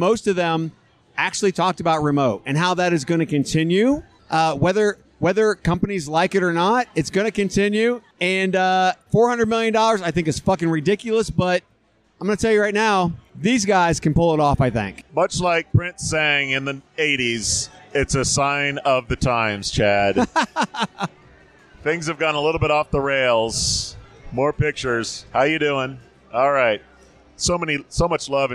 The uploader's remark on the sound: Vegas, baby! Live from the Lobby Bar!